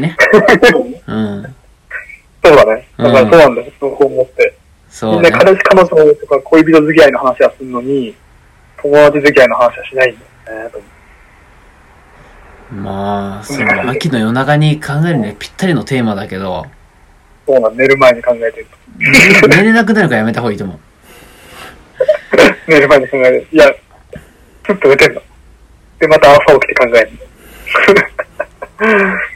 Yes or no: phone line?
yes